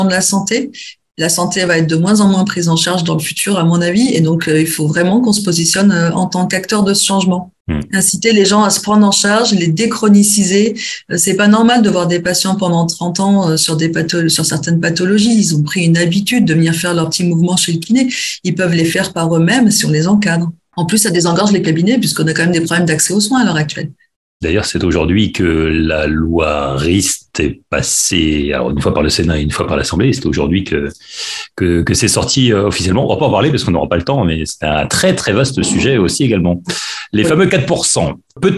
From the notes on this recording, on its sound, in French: A donné cette conférence en ligne dans le cadre d’un webinaire.